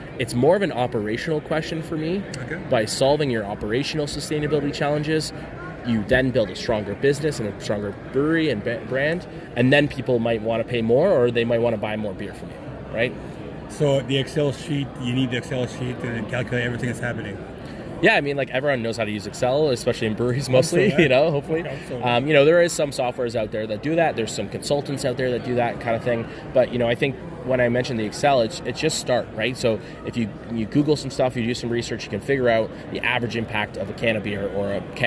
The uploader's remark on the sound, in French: Nous sommes au Canadian Brewing Awards Conference à Halifax. Entrevue en anglais.